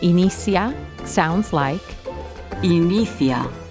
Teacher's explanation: Keep an ear out for the accent from Spain, where the C, which usually sounds like an S sound, is pronounced with a th sound